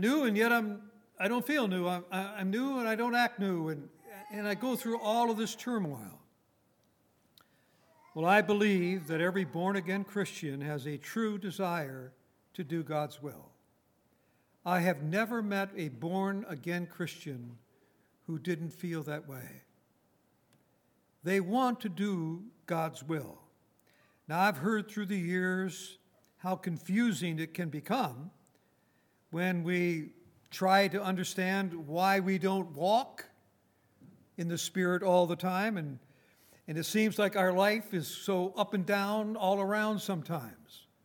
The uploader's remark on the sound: Recorded on March 10, 2019, at Grace Bible Fellowship in Front Royal, VA.